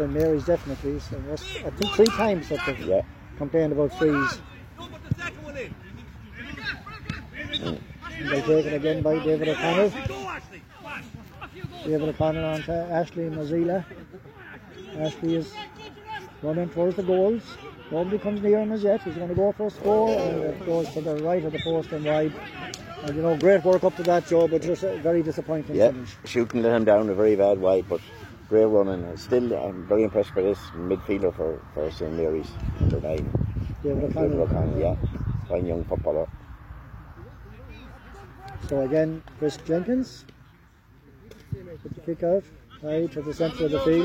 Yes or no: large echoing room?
no